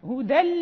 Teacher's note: مثلا هدى للمتقين في أول البقرة، هدى يعني ما فيها إمالة لأن فيها التنوين